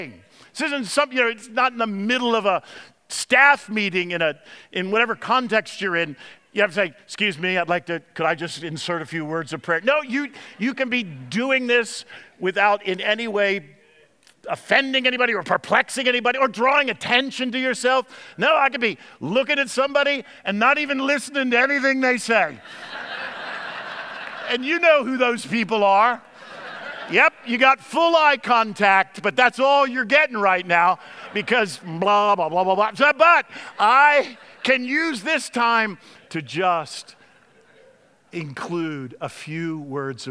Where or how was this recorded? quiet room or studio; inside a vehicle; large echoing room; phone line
large echoing room